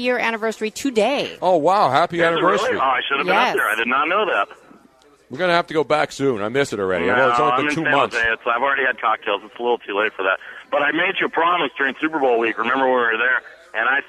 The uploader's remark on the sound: live from the #YahooSportsRadio Final Four Friday night party at Stately Gow Manor in Houston!